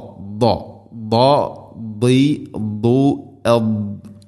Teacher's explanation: അതോടൊപ്പം അത് ഇസ്തിഇലാഇൻ്റെ അക്ഷരമാണ്. നാവിൻ്റെ മധ്യഭാഗം അണ്ണാക്കിലേക്ക് ഉയർന്ന് കൃത്യമായിട്ട് ആ ഒരു മഖ്റജ് ശരിയാക്കുക തന്നെ വേണം